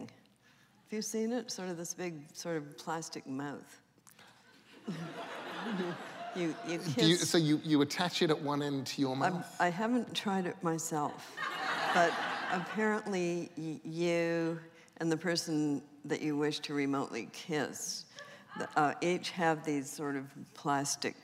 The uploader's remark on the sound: recorded December 3, 2014 in front of a live audience at New York's 92nd Street Y